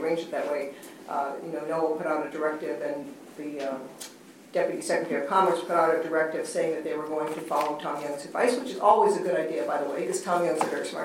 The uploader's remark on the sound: Secure World Foundation held a luncheon panel discussion